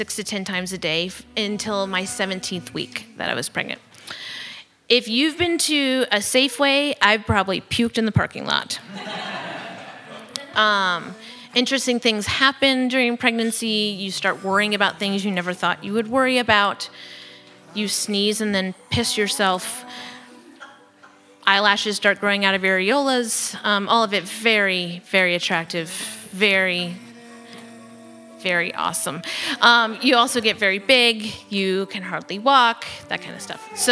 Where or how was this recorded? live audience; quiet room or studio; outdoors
live audience